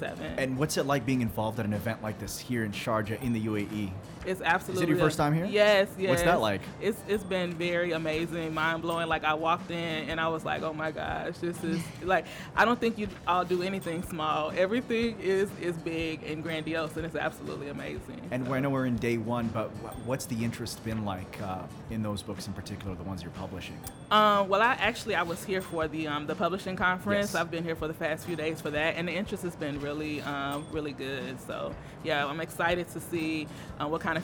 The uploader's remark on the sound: Live from SIBF 2022